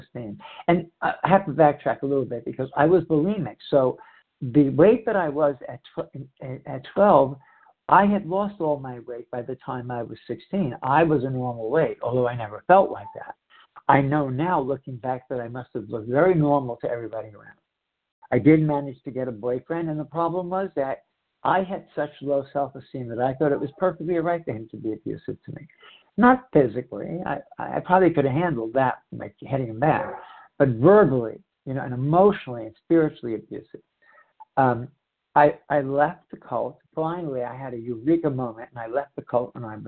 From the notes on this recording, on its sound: 100 Pounders Phone Meeting